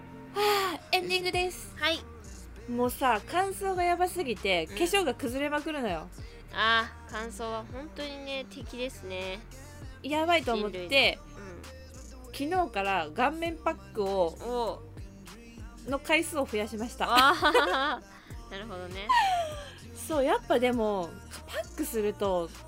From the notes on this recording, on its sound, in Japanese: 工事の音にもめげない声で！家の前では工事を行なっており。雑音が入ってくるやもしれません。